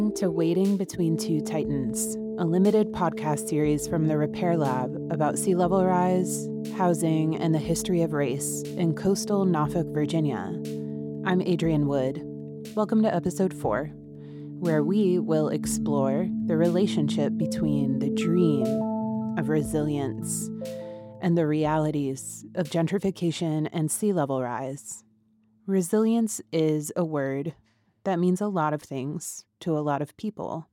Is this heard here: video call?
no